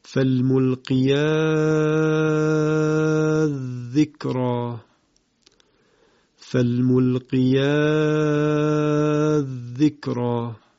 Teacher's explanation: اینجا هم باز ادغام کبیر صورت میگیره، تا مربوط به الف و ت جمع کلمه الملقیات ادغام کبیر میشود در ذال کلمه ما بعد. باز در اینجا هم چون شرایط پدید آمدن مد لازم وجود داره، مد لازم به وجود میاد و اون رو ما با طول یا شش حرکت تلاوت میکنیم به این صورت، فالملقیات ذکرا فالملقیات ذکرا.